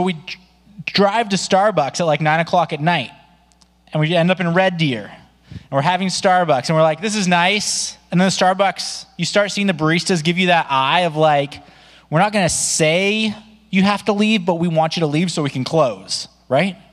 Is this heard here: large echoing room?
yes